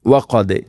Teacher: വഖദ് ദാലിനെ ശരിക്കും കേൾക്കണം, കൽക്കല ചെയ്യണം